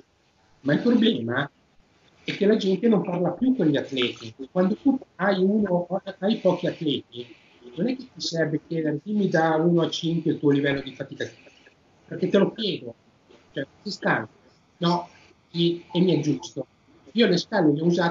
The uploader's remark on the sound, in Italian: Qualche leggero errore di registrazione durante la Skype call. Per questo motivo abbiamo eliminato le parti che non si sentivano in modo perfetto dalla traccia audio e video del podcast.